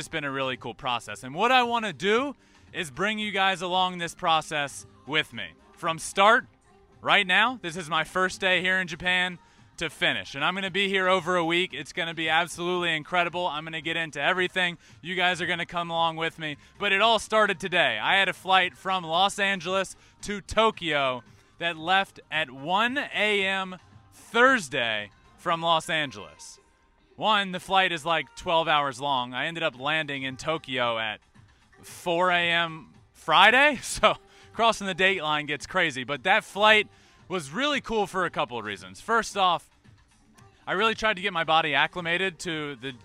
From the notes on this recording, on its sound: GAME DAY AT YOKOHOMA STADIUM. Goes LIVE from Yokohoma Stadium.